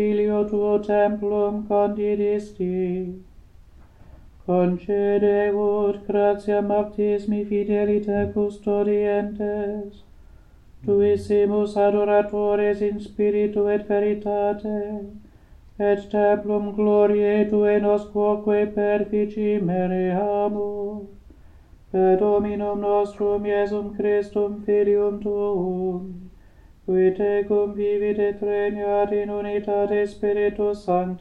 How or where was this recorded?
large echoing room